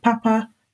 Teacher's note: the word papa, which has two high tones